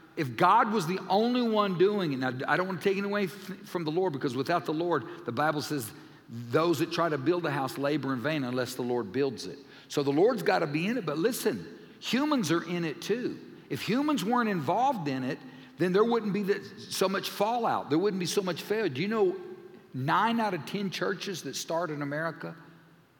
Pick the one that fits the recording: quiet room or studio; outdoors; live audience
live audience